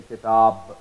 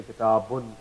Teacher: And also, it should be remembered that in the case of waqf, when we stop at a word, in the case of waqf, this pronunciation of noon is dropped. You do not pronounce the noon at the time you are stopping at the word. · Shown in: first take · So if you happen to stop here, you will say kitab.